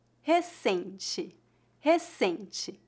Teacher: Note que adicionamos a letra E ao final, recente. Novamente, a letra R no início é pronunciada como a letra H do inglês e a sílaba tônica é a penúltima.